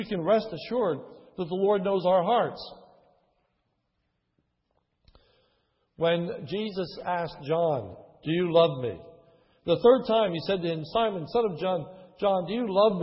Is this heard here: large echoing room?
yes